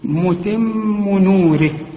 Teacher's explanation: متم نوره، نوره كل الكلمة مرققة بما فيها الراء، لان الراء اذا كانت مكسورة فهي مرققة